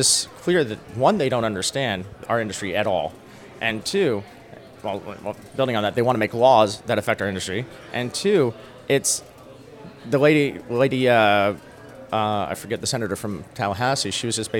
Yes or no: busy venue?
yes